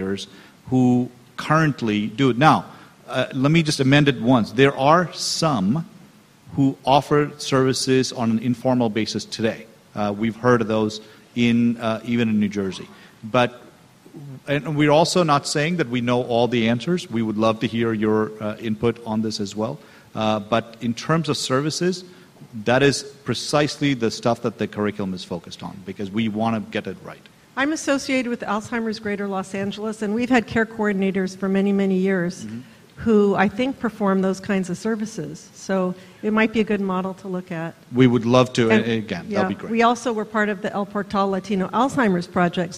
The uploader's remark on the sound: This panel at the UsAgainstAlzheimer's 2017 Disparities Symposium